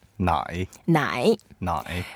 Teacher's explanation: It's a third tone, so we have to go down first and go up